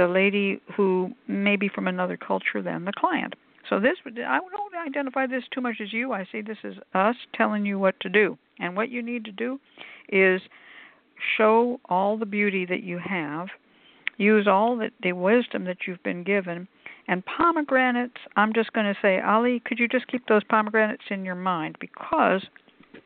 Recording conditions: phone line